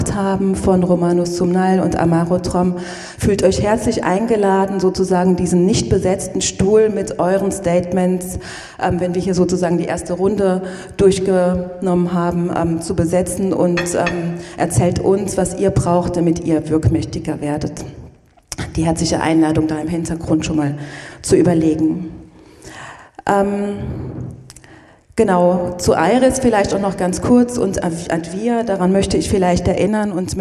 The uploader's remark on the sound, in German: Fachtag zu Roma und Snti in Sachsen: Podiumsgespräch. Anschließend diskutieren die Podiumsteilnehmer*innen über ihre Vorschläge und kommen mit dem Publikum ins Gespräch.